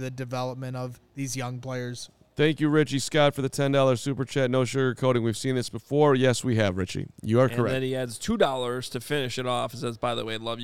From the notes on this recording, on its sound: joined live from MetLife Stadium